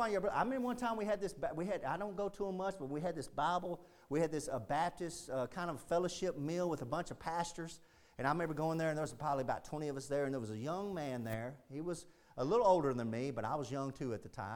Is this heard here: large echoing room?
yes